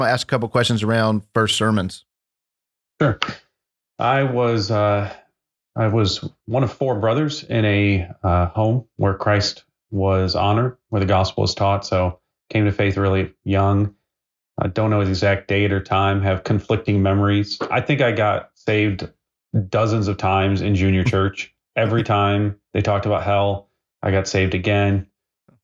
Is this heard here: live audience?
no